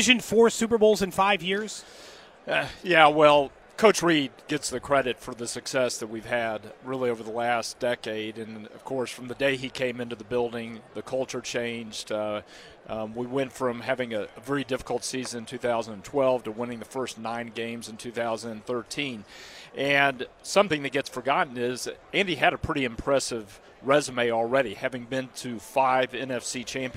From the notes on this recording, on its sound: live from Radio Row in Las Vegas